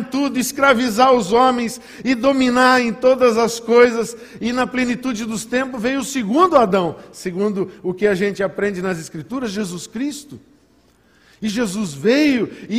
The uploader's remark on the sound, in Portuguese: Em nosso Culto de Ceia dia 01/11/2020 na Igreja ABA Blumenau (Transmitido ao vivo).